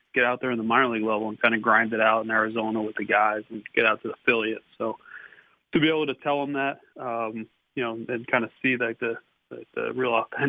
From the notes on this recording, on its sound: called in to the Ben and Skin show